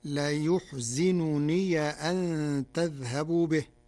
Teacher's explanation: قرأ ورش كلمة لا يحزنني بضم الياء وكسر الزاي وفتح ياء الإضافة فتصير لا يحزنني أن تذهبوا به، من أحزن الرباعي.